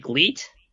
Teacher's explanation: if you have an R in the word, you're going to probably pronounce it L if you're Japanese